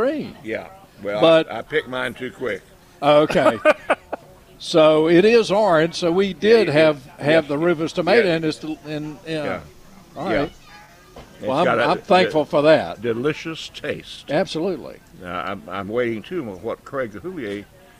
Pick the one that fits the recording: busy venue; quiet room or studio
busy venue